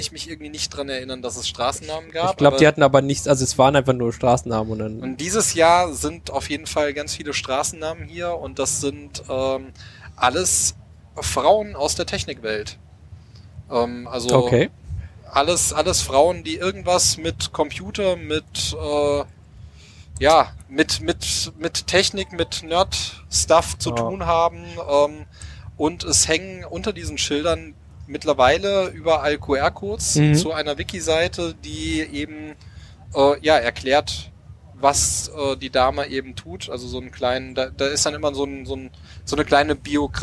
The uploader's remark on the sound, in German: Live vom CCCamp 2023 aus Mildenberg in Brandenburg.